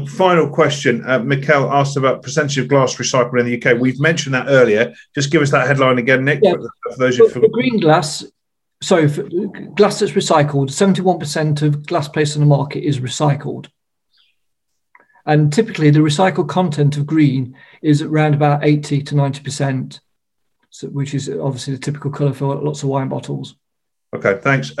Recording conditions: video call